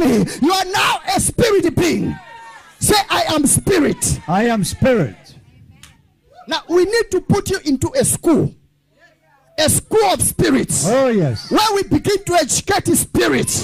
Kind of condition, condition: setting, large echoing room